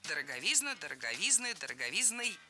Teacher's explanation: Ударение в этом слове падает на суффикс «изн». Во всех формах там и остается.